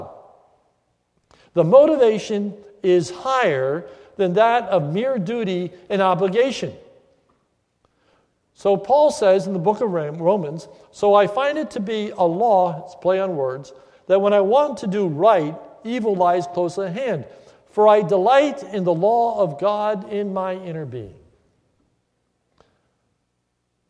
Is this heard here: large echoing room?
yes